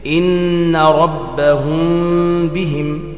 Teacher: الإخفاء مع الباء، ويسمى إخفاء شفويا، وتصحبه مع ذلك غنة